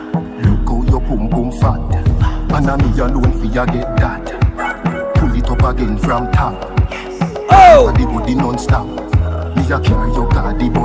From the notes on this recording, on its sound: LIVE AUDIO. LIVE AT ISLAND SATURDAYS ON JUNE 17TH.